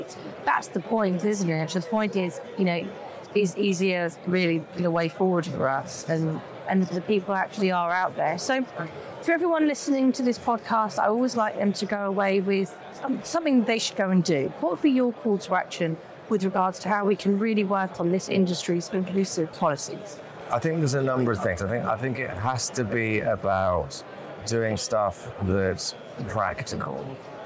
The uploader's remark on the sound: live from the FIX Trading Community EMEA Trading Conference